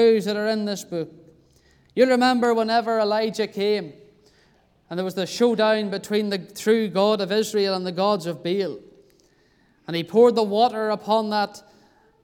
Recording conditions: large echoing room